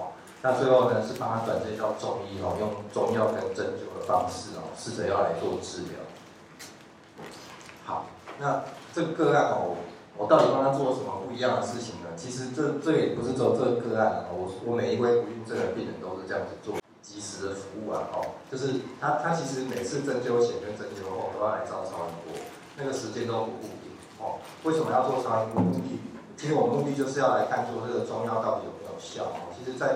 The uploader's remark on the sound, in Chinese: 當天只有用手機錄音，有些背景雜音請見諒。